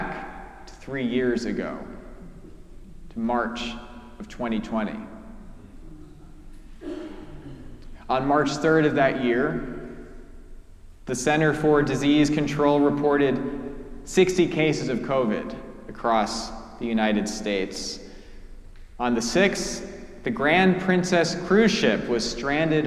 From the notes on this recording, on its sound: preached at our celebration of the Holy Eucharist on the Second Sunday in Lent